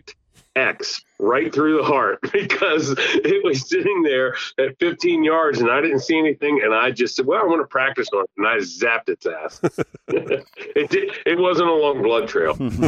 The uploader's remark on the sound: get on the phone with one of their good friends